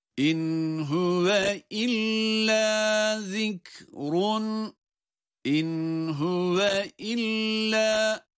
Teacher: in huve derken bir izhar uygulamasını görüyoruz. İn huve. Yani nunu açıktan okuyoruz.